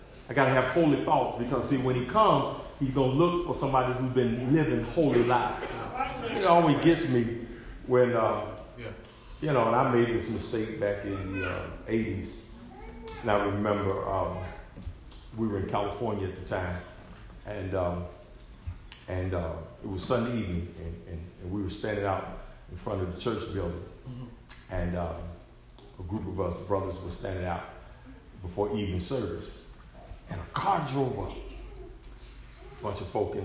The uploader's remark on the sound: SERMON PREACHED AT ARCOC